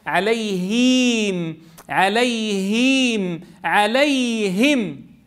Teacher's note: لازم الهاء تقول هي، تكسر تخفض فكك ويرتفع وسط لسانك · Term: الكسرة